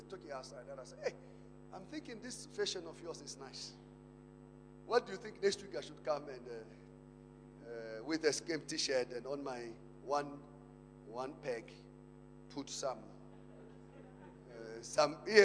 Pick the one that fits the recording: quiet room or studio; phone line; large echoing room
large echoing room